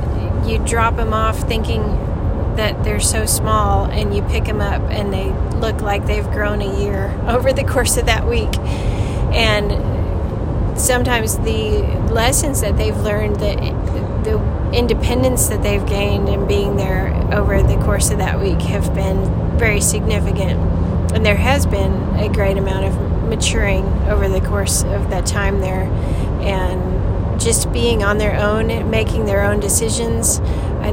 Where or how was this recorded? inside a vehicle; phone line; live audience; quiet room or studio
inside a vehicle